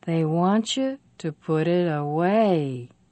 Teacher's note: In this sentence, away, an adverb, is the last important word, so it goes up. And then, because it's the last word, it also has to go down.